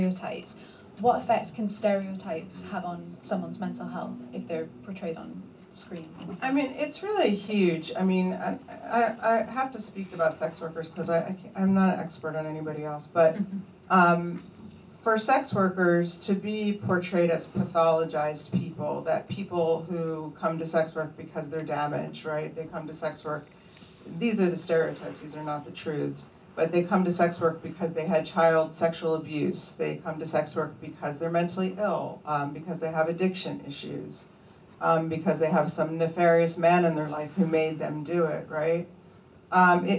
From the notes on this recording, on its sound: This LIVE podcast was recorded at the Raindance Film Festival.